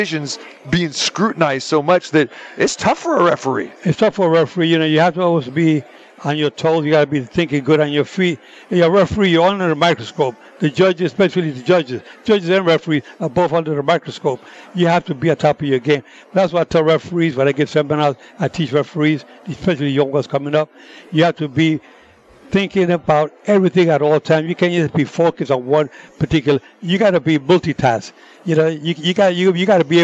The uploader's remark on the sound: Live from the Super Book at the Westgate Las Vegas